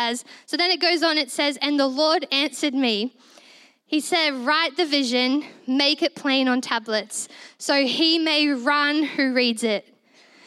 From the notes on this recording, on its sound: This was recorded in our Melbourne East service